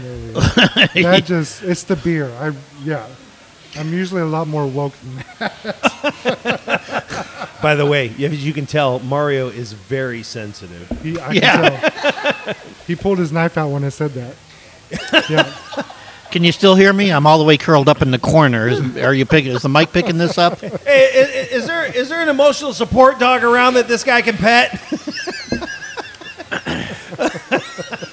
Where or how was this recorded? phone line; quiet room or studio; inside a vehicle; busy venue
busy venue